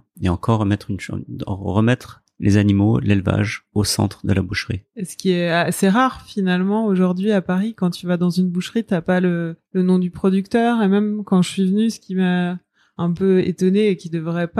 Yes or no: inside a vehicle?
no